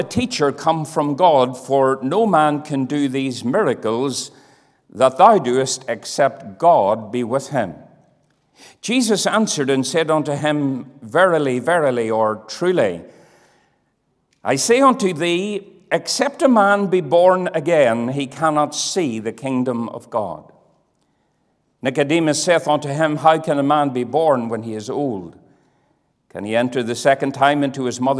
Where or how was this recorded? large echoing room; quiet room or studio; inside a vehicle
large echoing room